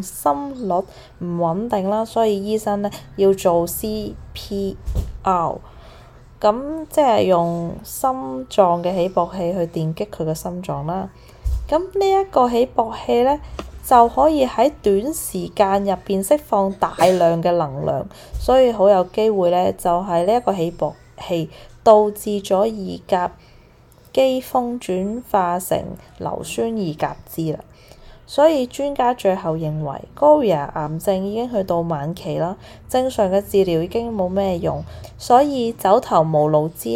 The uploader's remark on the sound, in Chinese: 這一集比較多背景聲，因為在旅行途中房間錄製，小朋友都在旁邊，比較多環境音，非常抱歉。